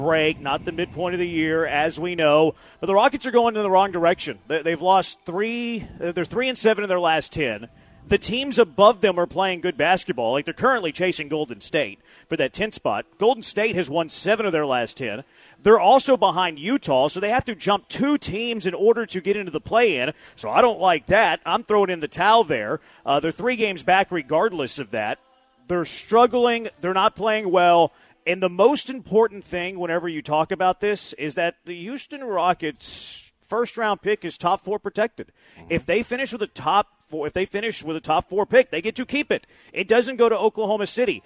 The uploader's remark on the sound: live from The Decoy